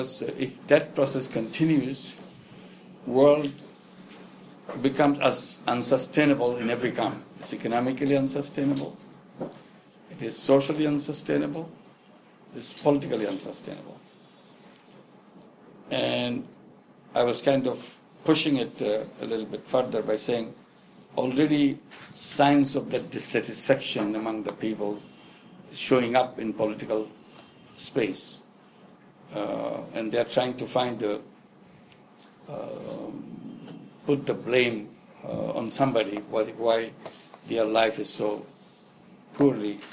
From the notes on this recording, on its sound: spoke and interacted with an invited audience in Bangalore at the foundation office